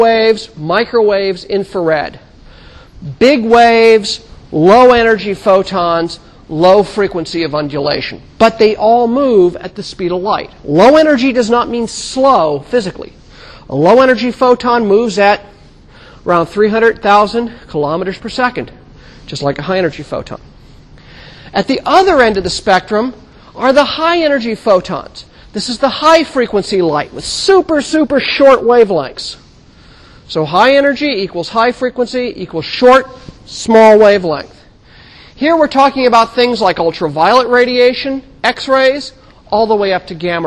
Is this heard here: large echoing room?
yes